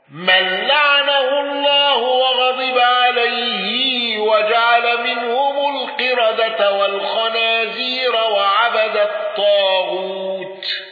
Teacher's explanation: الأزرق بترقيق الراء في الموضعين